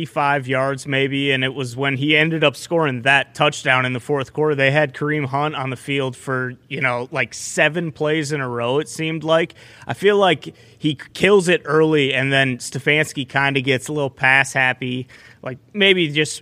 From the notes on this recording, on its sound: Live from the set of College GameDay in Knoxville, Tennessee. LIVE From The ThunderDome.